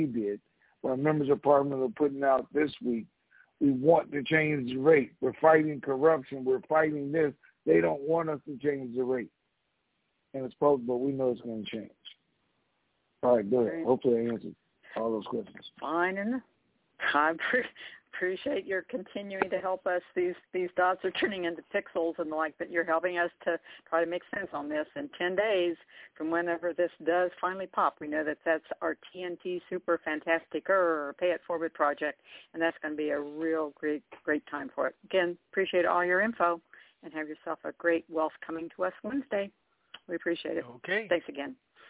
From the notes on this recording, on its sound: TNTSuperfantastic Conference Call.